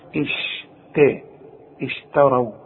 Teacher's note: فرقق لي الشين ورقق لي التاء، واوعى تطلعها لي طاء